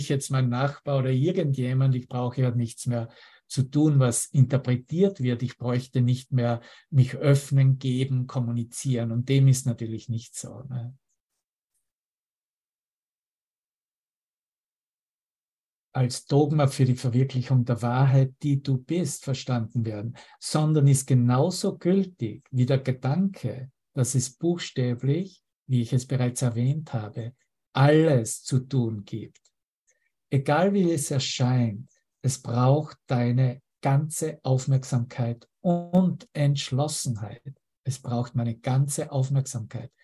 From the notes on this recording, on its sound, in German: Zoom-Session. Veranstaltet von der Aleph Akademie.